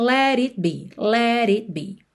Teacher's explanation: E o T do it, como sendo aí consoante oclusiva que pode aparecer mais, menos ou nada, nesse caso aqui não aparece nada, porque quando eu venho com a língua no céu da boca pro T, let it, o meu lábio já tá fechando pro B de be, então let it be, let it be.